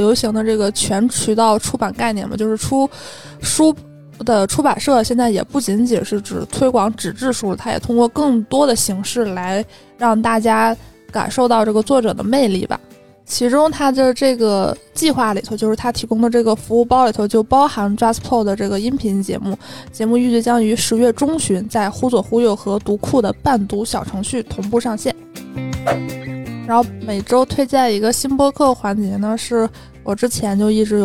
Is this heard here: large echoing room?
no